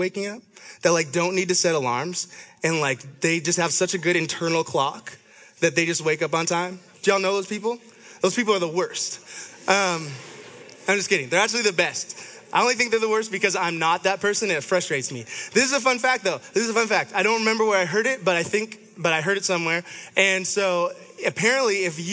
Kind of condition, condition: setting, live audience